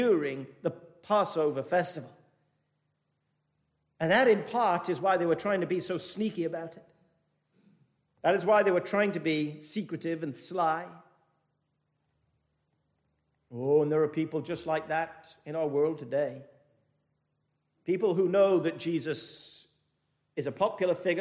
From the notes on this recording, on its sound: This message was delivered at the 221st Church Anniversary thanksgiving service from Penzance Baptist Church.